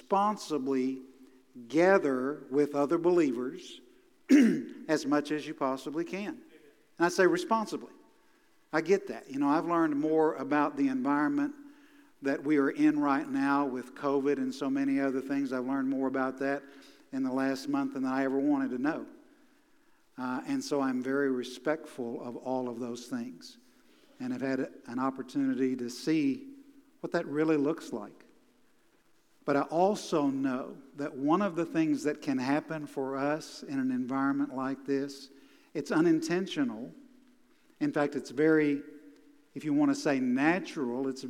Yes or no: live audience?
yes